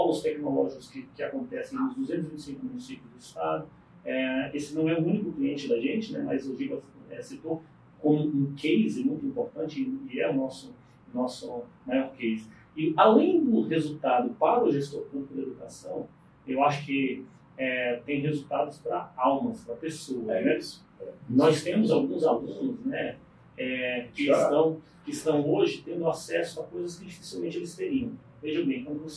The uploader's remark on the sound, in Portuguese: Pedimos desculpas pela qualidade do áudio